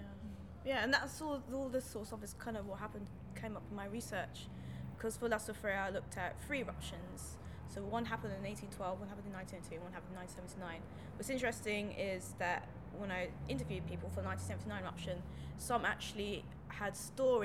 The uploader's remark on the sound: meets three vulcanologists at Cheltenham Science Festival